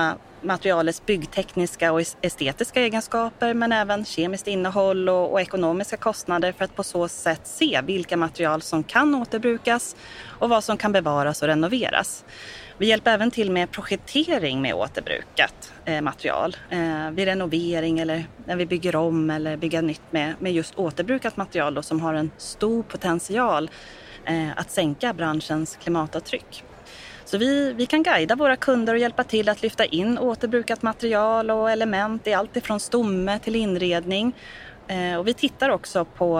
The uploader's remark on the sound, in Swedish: Välkommen till denna liveversion av Brainpod. Detta avsnitt var inspelat under Ingenjörsdagen 2023 den 23 november i Stockholm.